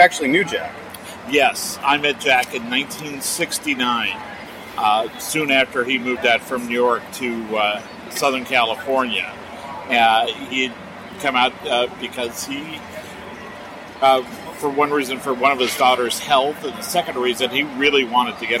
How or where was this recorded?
busy venue